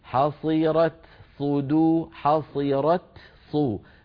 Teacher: فنأتي بالتاء شديدة في أولها مهموسة في آخرها، ثم نأتي بصوت الصاد من غير تكلف ومن غير تقصير